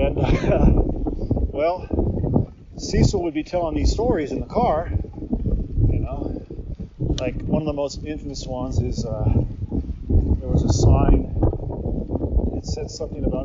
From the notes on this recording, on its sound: Recorded as I road slowly north on a beautiful winter day here at the start of January 2022 in Japan, this one is just me yakking about all sorts of stuff. Now, there are some sounds of wind into the mic, but folks, it's a bonus episode, which means I don't spend all that much time in post-production!